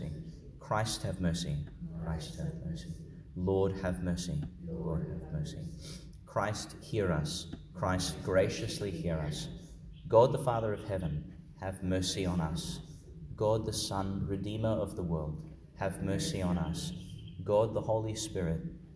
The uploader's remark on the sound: delivered in Our Lady Star of the Sea, Gladstone, Qld.